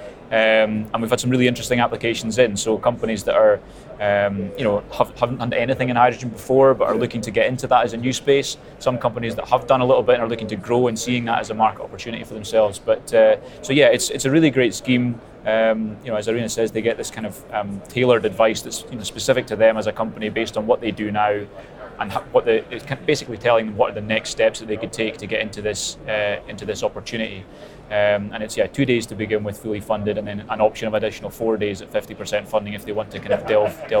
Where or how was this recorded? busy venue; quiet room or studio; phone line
busy venue